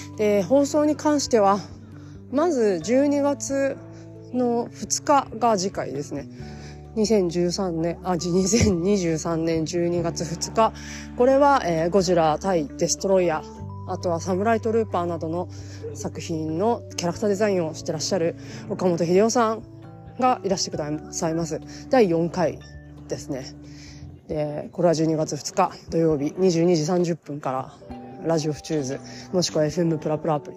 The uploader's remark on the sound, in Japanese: 歩きながら撮っているために聞きづらくて申し訳ないです。